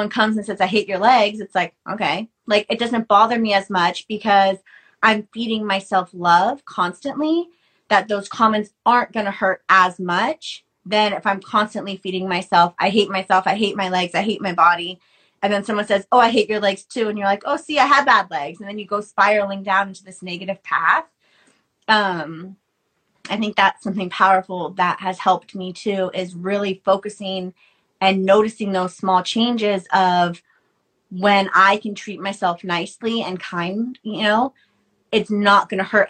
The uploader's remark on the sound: on Instagram live